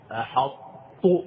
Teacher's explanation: ناقص بمعنى أنني أقرأ قال أحط بما لم تحط به، أحط، لما تبدأ تنطق يعني كأنك تريد أن تنطق بالطاء ثم تجعل النهاية تاء، أحط، كأنك ستقول أحط، ولكن لا تقول أحط وإنما أحط، · Term: إدغام ناقص